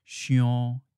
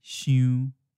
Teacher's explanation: Another characteristic that is specific to Tainan is the final yon instead of yu. · Shown in: first take